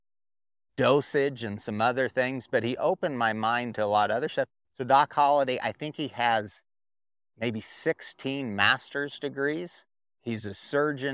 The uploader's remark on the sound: under the shade of a couple pine trees, just outside the Torrington Wyoming Farm, Ranch and Hemp Expo and we had a great chat